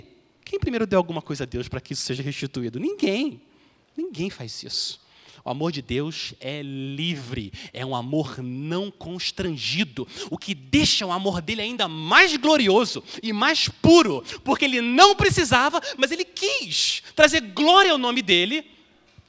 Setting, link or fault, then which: setting, large echoing room